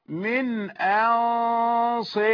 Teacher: راء مرققة. لماذا؟ لأنها بعد إمالة، بعد إمالة ترقق بعد الكسر أو ما تميل.